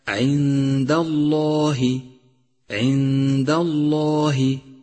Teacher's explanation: فلام لفظ الجلالة مفخم لأنه مسبوق بحرف مفتوح